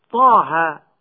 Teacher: إذا أردنا أن نضرب مثلا لبعض هذه المدود فنقول مثلا طه، مد الطاء والهاء مد طبيعي بمقدار حركتين